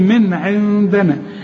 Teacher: النون التانية هي اللي هتغن لان بعدها الدال، والدال من حروف الاخفاء